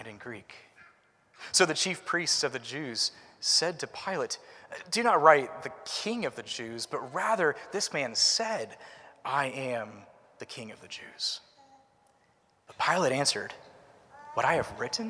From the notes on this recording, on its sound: Preached at Christ Covenant Presbyterian Church, PCA (Culpeper, VA)